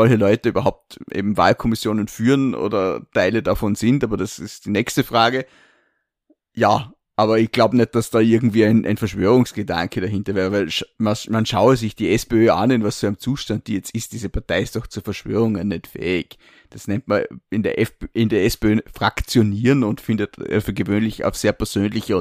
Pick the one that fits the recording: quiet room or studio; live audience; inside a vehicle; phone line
quiet room or studio